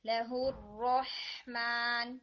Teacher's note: ہاں کی ساؤنڈ کو تھوڑا آپ نے رن کرنا ہے، ٹائم دے کے پڑھنا ہے